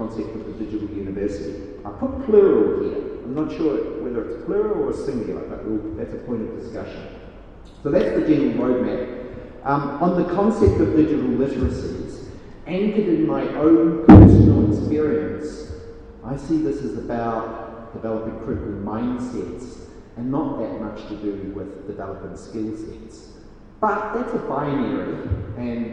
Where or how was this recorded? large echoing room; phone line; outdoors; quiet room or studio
large echoing room